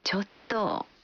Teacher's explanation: इसकी अंतिम ध्वनि को लंबा खींचते हुए हल्की आवाज में बोलने का भाव है कि आप हिचकते हुए मना कर रहे हैं